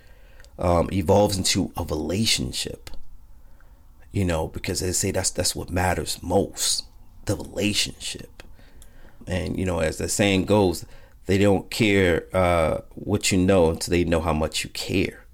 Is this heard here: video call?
no